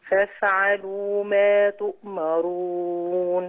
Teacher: عايز الهمس والرخاوة بتوع الفاء